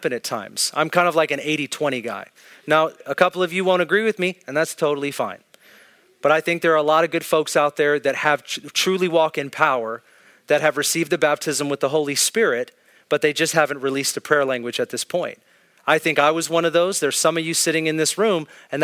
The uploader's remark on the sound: This is an Ignite Gathering at Northwest Foursquare Church in Federal Way, Washington.